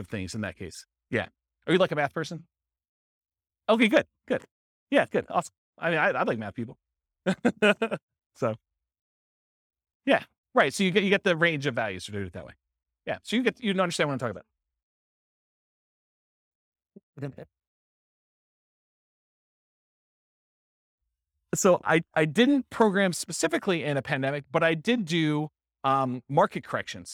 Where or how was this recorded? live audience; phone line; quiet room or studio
live audience